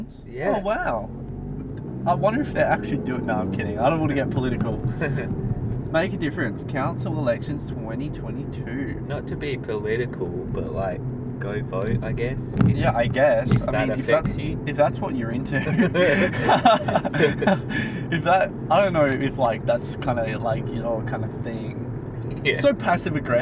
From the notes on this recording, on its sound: We thought this would be a perfect idea to record an episode in the car, turned out to be a little harder than we thought!